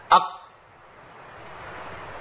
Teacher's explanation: القاف فيها انقطاع صوت وانقطاع نفس. قولوا كده اق، وماشي الصوت ما يمشيش، فكوا اللسان ما يتفكش. · Term: القلقلة